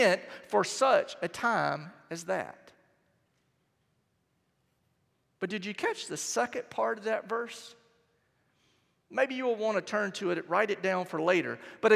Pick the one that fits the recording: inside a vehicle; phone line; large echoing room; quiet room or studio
large echoing room